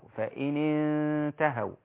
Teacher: فلا بد أن أخفي النون الساكنة مع التاء · Term: إخفاء